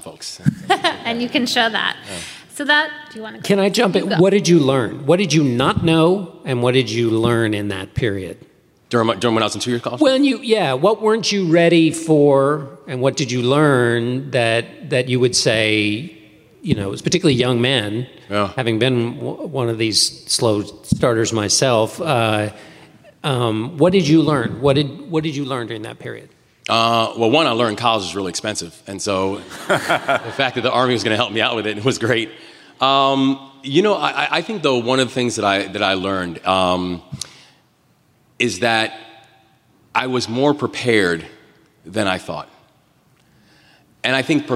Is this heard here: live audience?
yes